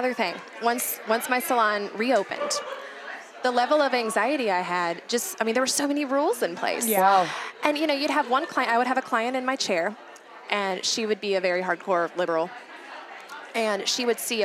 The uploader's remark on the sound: live from YWLS